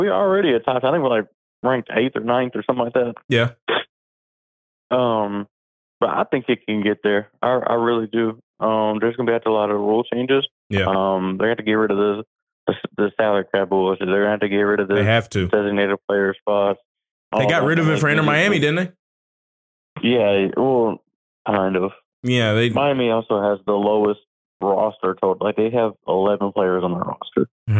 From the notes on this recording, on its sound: calls in live